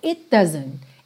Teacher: Doesn't começa em D. T e D são fabricados no mesmo lugar, não é? Língua no céu da boca. Então você junta num som só.